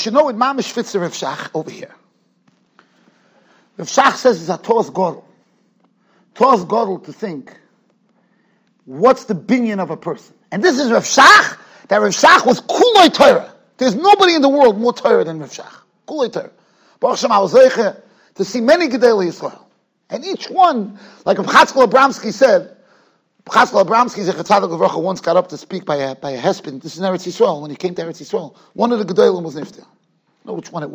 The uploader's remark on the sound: Shiur recorded in Yeshivas Ohr Reuven, Monsey, NY